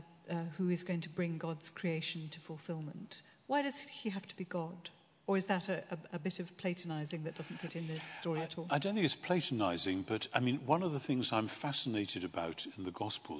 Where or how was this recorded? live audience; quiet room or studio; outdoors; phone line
live audience